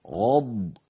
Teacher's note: الغين مفخمة والضاد مفخمة كلاهما حرف مفخم ومتتاليان